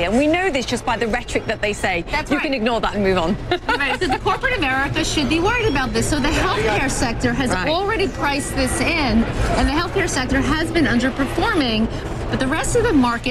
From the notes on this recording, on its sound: live from the New York Stock Exchange